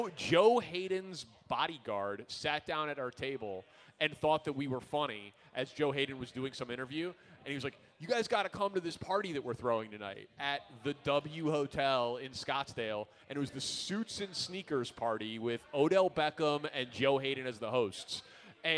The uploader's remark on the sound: live from Benchmark in Old Town for the Circa Big Game Watch Party